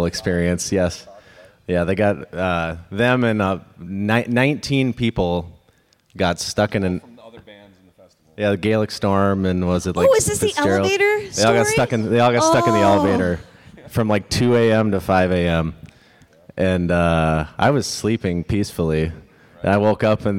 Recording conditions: busy venue